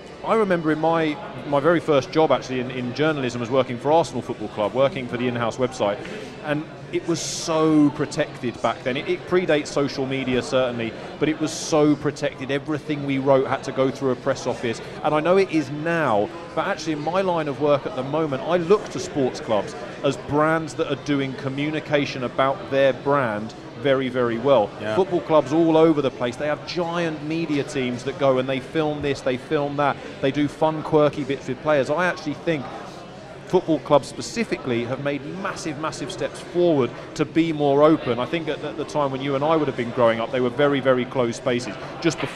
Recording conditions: busy venue